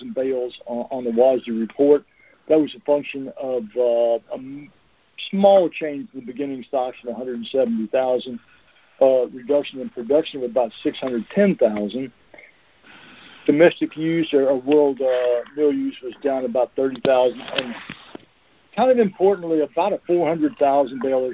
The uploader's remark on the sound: Monthly Conference Call.